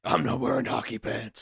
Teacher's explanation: It's breathy, and it kind of has like a little bit of a lisp.